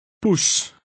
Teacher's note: The Dutch O sound resembles the O sound in the English word fool. Only it's shorter.